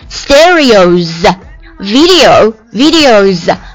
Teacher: I 呀、啊、它是属于 A E I O U 里面的一个，所以它是一个元音字母啊。元音字母的话呢，它是直接加 S， radio radioZ，为什么发 Z 音不发 S 音呢、啊、因为它前面它的音标是 O 结尾， O 的话是一个元音，元音后面这个就发浊辅音 Z 音啊